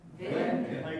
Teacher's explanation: この N の音ですが必ず両方とも鼻の方に響かせます。ベンベンとするにベンベン、うんうん、この音が音として出るようにベンベン、はい、ベンベン、はい、そのようにお願いします。はい、その次の言葉は普通にベン、はい、ベン、はい、そしてグラン、グラン、ウント、ウント、シュメルツ、シュメルツ、シュシュシ